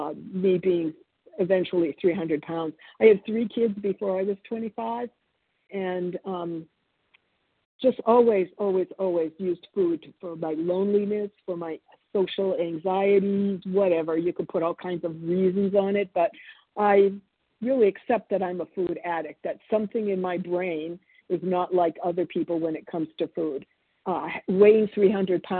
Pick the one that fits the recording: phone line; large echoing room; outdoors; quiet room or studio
phone line